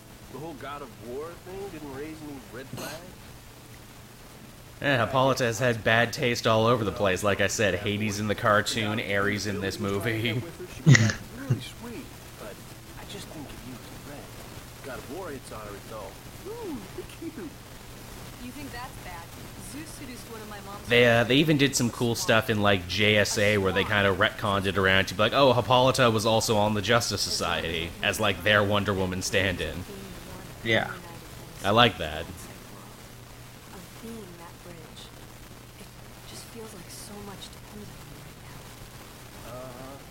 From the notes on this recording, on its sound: Sorry for the fuzzey audio, there were microphone troubles we didn't know about until we were done recording. Believe it or not it sounded much worse.